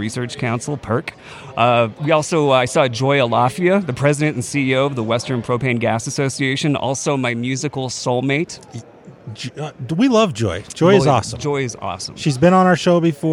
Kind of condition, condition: setting, busy venue